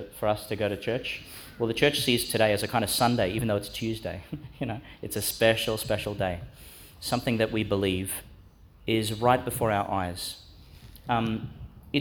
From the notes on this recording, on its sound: delivered in St John's Catholic Primary School, Gladstone